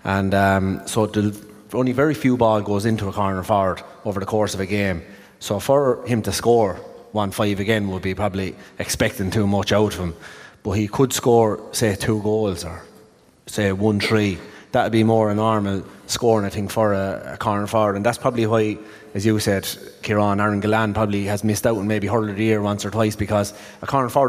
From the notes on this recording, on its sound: live in The Bord Gáis Energy Theatre!